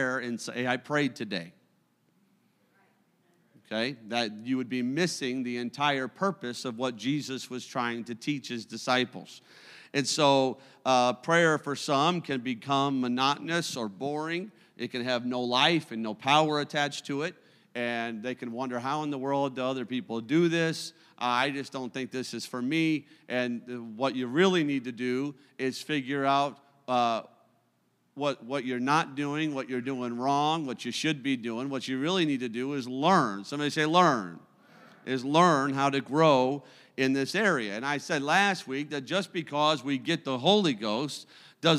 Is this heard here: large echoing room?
yes